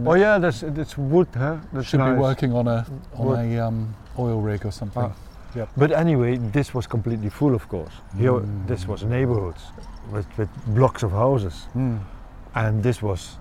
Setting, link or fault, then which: setting, outdoors